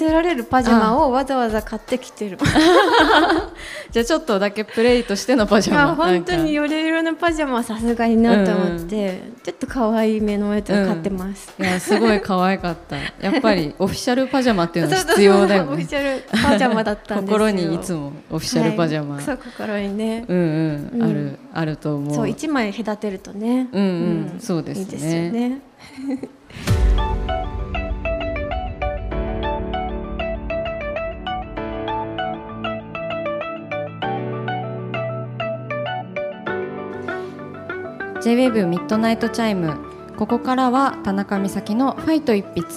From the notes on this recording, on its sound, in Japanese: 浦和パルコで行った。番組初の公開収録の様子をお届けしました。